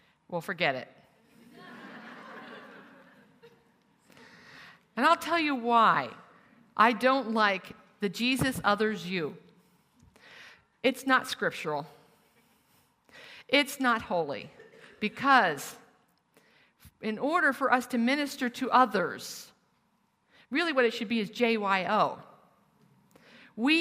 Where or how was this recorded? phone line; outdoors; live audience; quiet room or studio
live audience